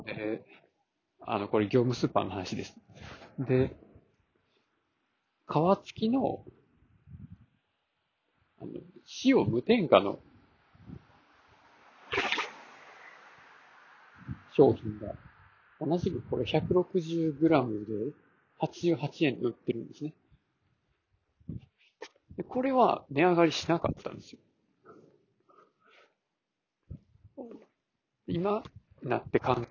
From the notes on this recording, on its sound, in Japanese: 操作ミスで途中で録音切れました